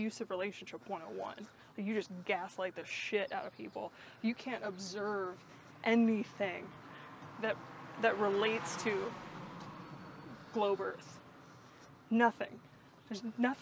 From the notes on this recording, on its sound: Listen in as we walk and talk.